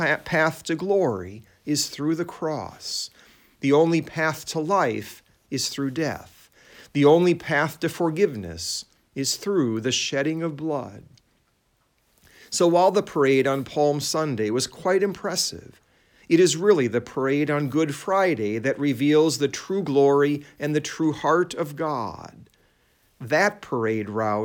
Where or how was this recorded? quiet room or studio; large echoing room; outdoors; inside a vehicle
large echoing room